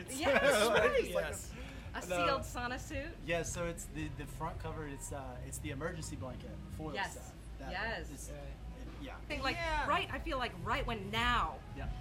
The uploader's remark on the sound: talks backstage at a Festival